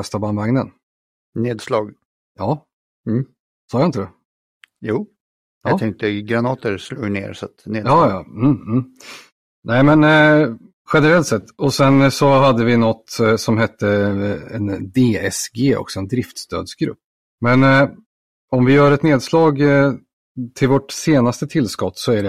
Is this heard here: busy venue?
no